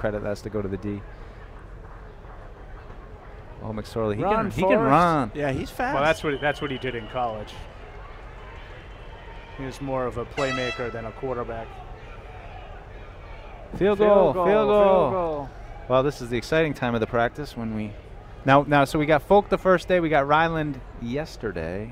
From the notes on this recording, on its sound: Training Camp Day 3 Live Show. Broadcasted live from Day 3 of Patriots Training Camp.